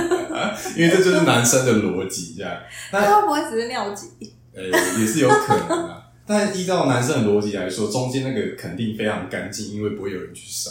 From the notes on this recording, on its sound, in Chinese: 抱歉這集麥克風收音不太好。正努力的嘗試使用Audacity錄音以及後製。